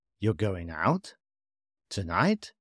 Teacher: rising intonation indicates a question or uncertainty